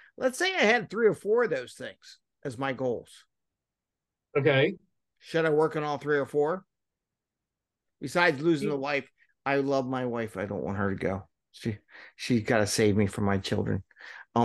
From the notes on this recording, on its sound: This is a recording from our 5amMesterScrum meetup event. The event was a zoom call in with social media live.